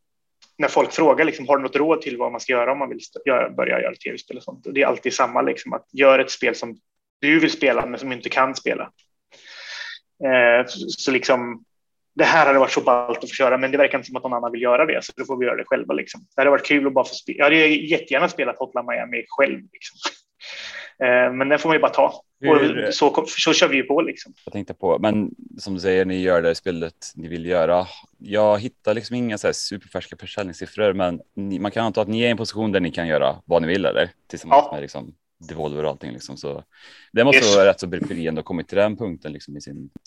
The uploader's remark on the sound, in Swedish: Intervjun är genomförd via Zoom.